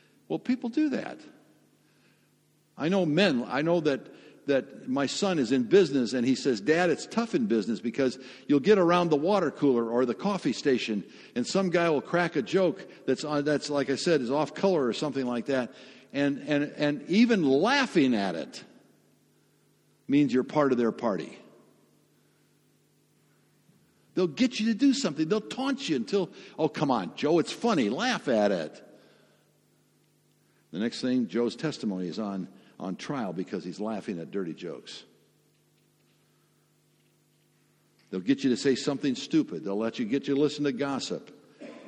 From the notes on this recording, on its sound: Sermon audio from FIBC Copenhagen